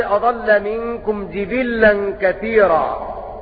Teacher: قرأوا بكسر الجيم والباء وتشديد اللام